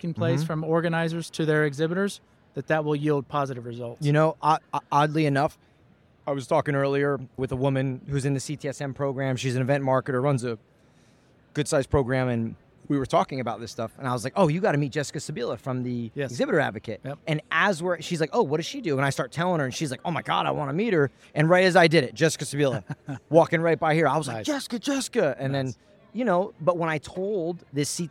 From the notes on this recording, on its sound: LIVE from the Trade Show Floor at ExhibitorLIVE.